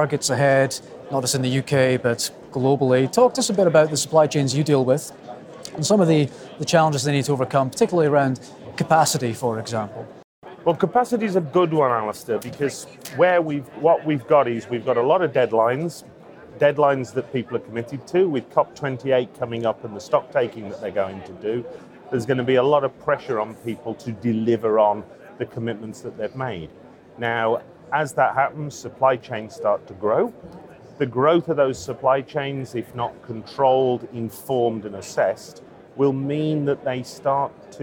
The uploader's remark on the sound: The Energy Voice team were at the Energy Exports Conference this week at P&J in Aberdeen.